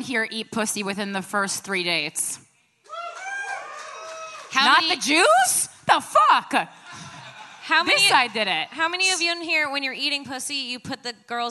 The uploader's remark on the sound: live from Skankfest South in Houston, Texas.